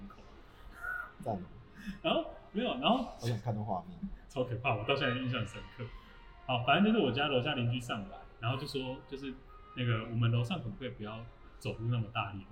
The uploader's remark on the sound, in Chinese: 下班在路邊錄音。路邊坐著上班族。